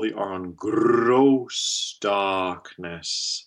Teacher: we can roll the R on gross darkness